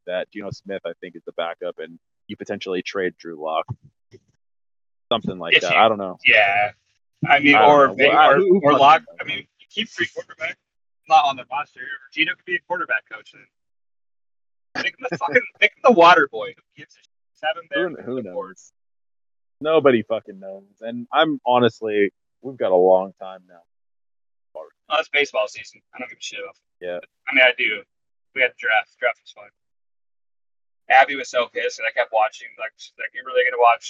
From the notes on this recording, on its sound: Drivin' and Podcastin'. Flying down I-5. Sits in his car parked in downtown Winslow on Bainbridge Island.